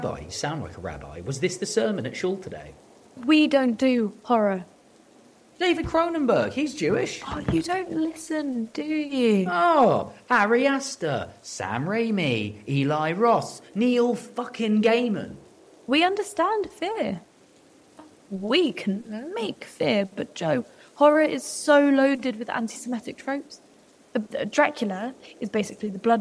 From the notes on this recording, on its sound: Yom Kippur night. There is a storm outside. By the light of a memorial candle.